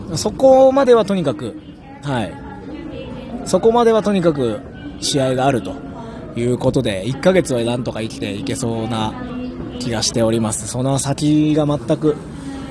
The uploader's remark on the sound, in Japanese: さぁいよいよアメリカ遠征に出発です！！搭乗直前の声を収録！